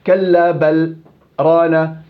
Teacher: بسكت عند الحرف محل ما بنتهي ثانيتين حركتين وبكمل، هذا السكت